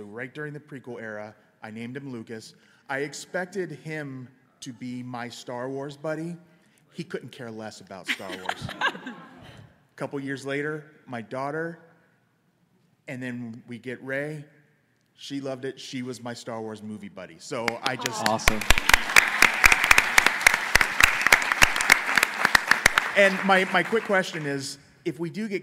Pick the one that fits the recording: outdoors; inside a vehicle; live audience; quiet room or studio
live audience